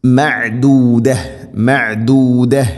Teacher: മഅദൂദ ഐനിൻ്റെ ഉച്ചാരണം തൊണ്ടയുടെ മധ്യഭാഗം. മഅദൂദ മഅദൂദ ഇങ്ങനെയാണ് ഓതേണ്ടത്, മഅദൂദത് എന്നല്ല മഅദൂദ.